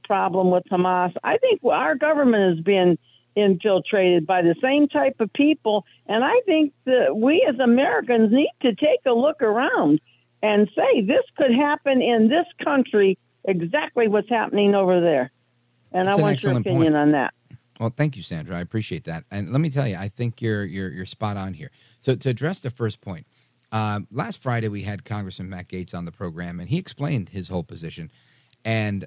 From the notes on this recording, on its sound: It's Open Phones across America.